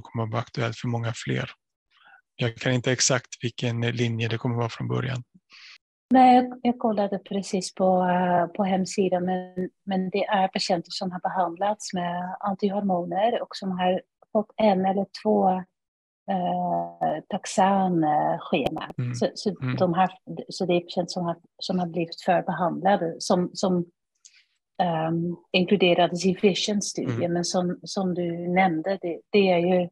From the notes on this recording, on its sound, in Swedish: Ljudinspelningen från SOF:s webbinarium